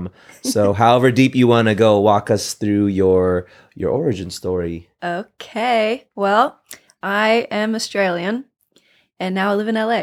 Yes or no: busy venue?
no